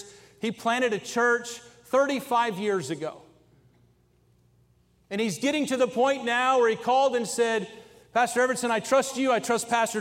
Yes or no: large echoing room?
yes